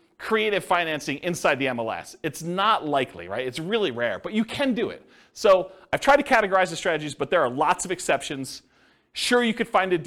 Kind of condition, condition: setting, live audience